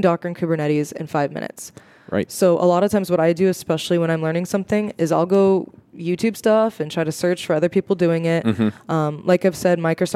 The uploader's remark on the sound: Coming to you live from the podcast booth at Microsoft BUILD. Microsoft Build 2019.